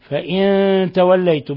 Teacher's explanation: فإن توليتم نون ساكنة جاء بعدها التاء الحكم التجويدي إخفاء حقيقي. فإن توليتم فاعلموا، ميم ساكنة جاء بعدها الفاء، ميم ساكنة جاء بعدها الفاء إظهار شفوي، بل هو من أشد حالات الإظهار الشفوي.